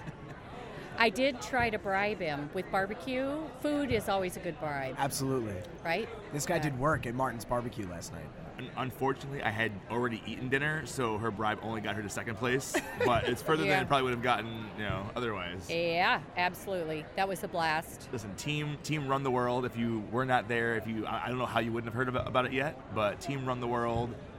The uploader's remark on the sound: Broadcasting LIVE from SHAPE Nashville! Tune in to hear all the fun and insight from the national conference as it took place from the US Games booth in the Exhibit Hall.